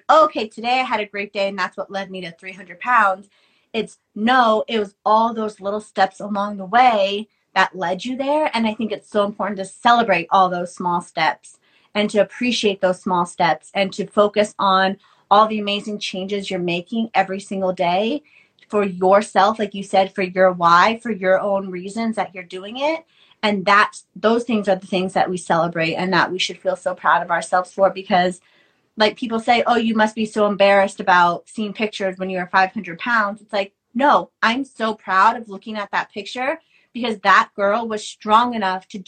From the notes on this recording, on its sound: on Instagram live